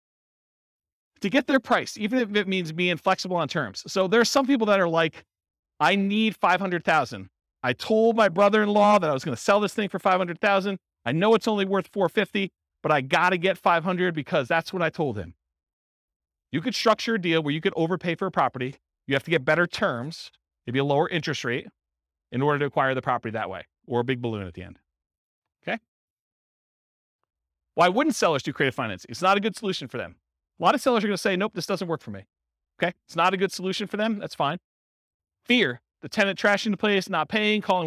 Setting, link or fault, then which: setting, live audience